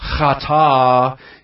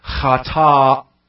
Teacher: Okay, that's what the Hebrew Aleph is about. So this is not chata and just dragging the A out there. It's chata in closing the throat. · Shown in: second take